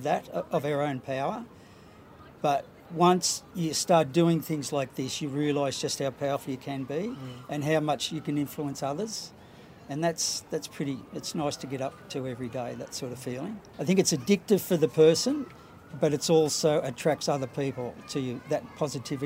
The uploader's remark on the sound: on the side of the Sustainable Living Festival